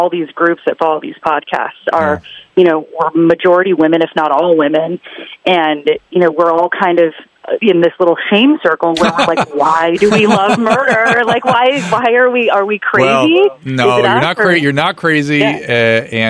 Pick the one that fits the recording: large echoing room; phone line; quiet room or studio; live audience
phone line